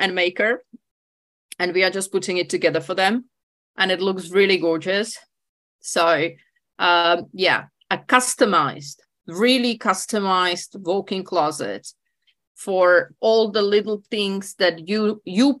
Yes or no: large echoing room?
no